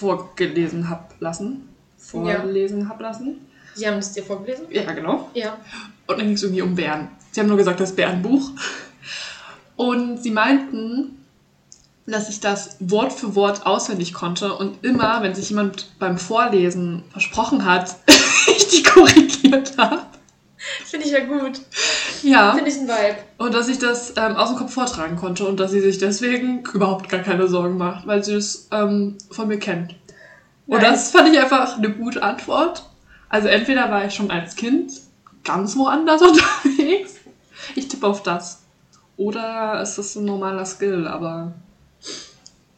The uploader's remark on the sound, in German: Disclaimer: Die Audio wollte diese Folge einfach nicht mit uns kooperieren …